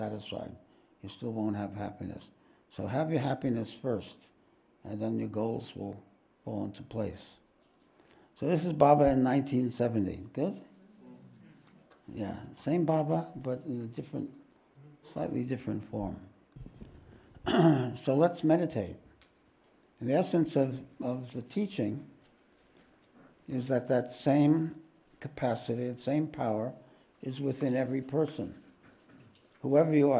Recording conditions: large echoing room